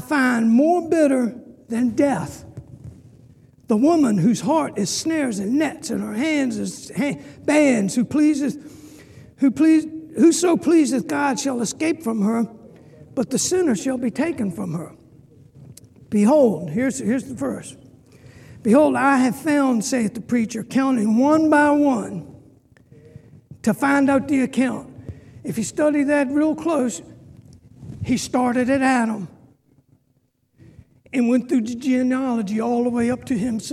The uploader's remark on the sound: Sunday school lecture